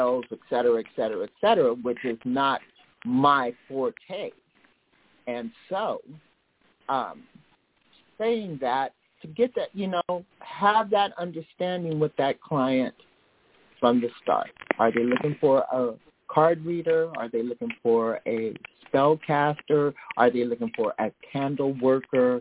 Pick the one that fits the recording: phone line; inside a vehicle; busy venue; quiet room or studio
phone line